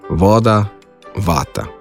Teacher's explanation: Pred samoglasnikom se fonem V izgovarja dvoustnično. To pomeni, da zobe rahlo prislonimo k spodnji ustnici.